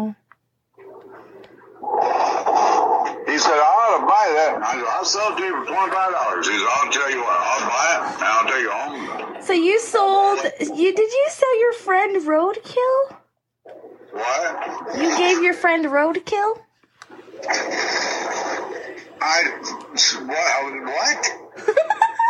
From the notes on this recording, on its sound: We release another phone call. It's once again an older conversation that long-time supporters may remember.